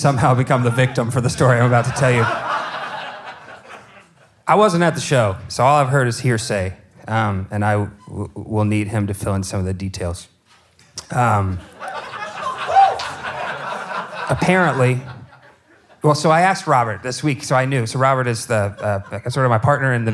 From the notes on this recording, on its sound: Chicago-based indie festival Tomorrow Never Knows asked us to curate a live taping as part of their January 2019 lineup. For an exclusive conversation and acoustic performance. Who braved the winter chill to pack out Sleeping Village! It was recorded at Sleeping Village in Chicago.